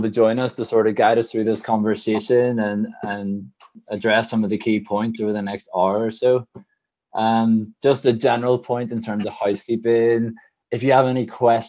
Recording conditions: video call